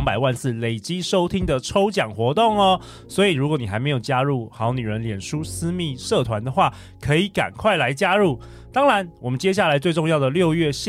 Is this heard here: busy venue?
no